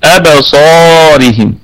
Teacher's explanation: صاد مفتوحة وبعدها ألف، فهي في أعلى درجات التفخيم